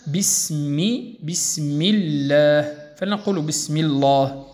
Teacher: لأن الحرف الذي قبل اسم الجلالة الله هو ميم مكسورة، إذن الحركة مكسورة، إذن ترقق